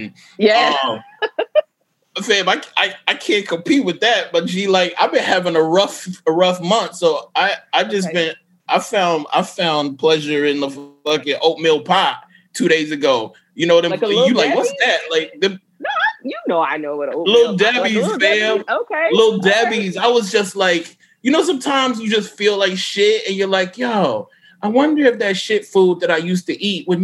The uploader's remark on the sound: While engaging with an enthusiastic virtual audience